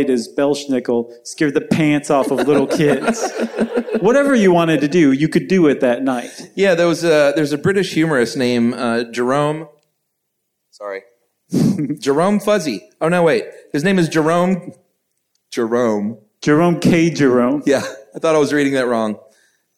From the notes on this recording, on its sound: Recorded from the Center Stage Theater in Atlanta. Enjoy this live show with the whole family.